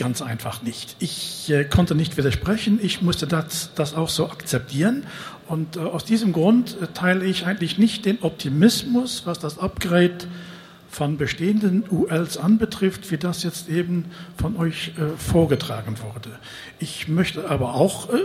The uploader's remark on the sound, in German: Mitschnitt der Podiumsdiskussion auf der AERO 2019 mit Vertretern von DULV, DAeC, Pipistrel und Flight Design.